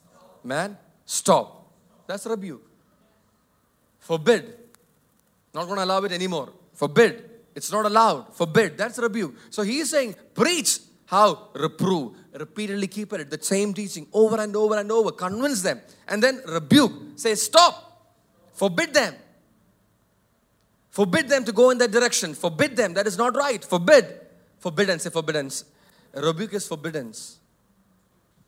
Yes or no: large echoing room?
yes